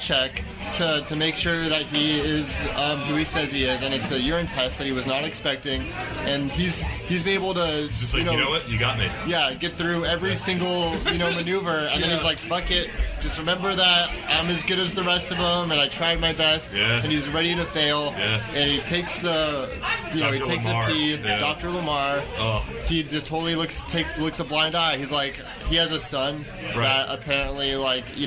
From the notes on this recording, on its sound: before the comedy open mic that takes place there